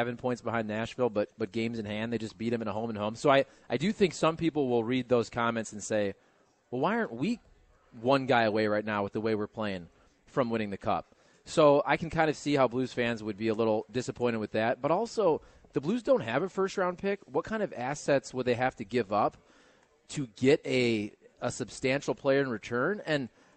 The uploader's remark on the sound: broadcastin live from the Great Grizzly Bear in Soulard